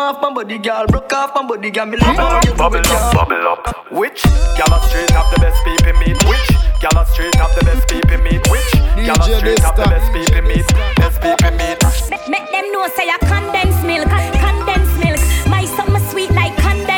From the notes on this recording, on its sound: Live Twenty One Sound Bar 18 - 01 - 2024